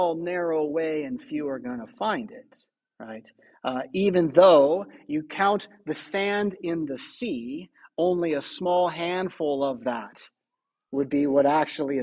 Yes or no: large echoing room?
yes